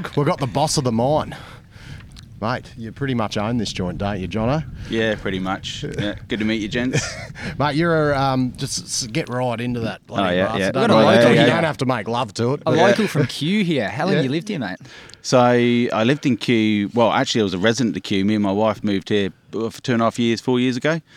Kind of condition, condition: setting, outdoors